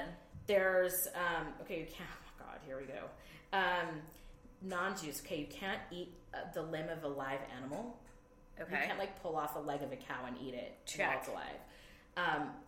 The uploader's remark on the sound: We were sitting in the same room, of a Yeti, on a conference room table.